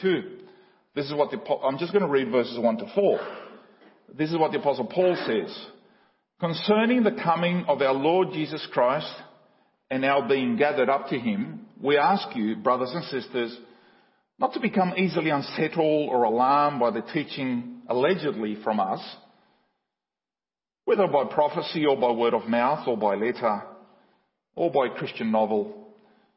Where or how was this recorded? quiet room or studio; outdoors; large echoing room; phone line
large echoing room